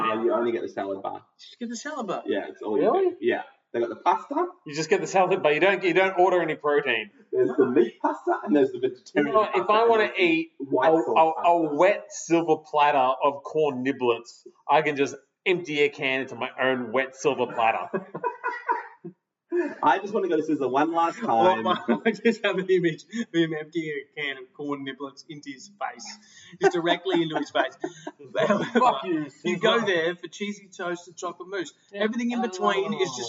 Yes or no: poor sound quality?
yes